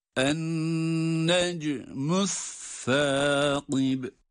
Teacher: Es-saqib kelimesinde de sa harfi peltek malum.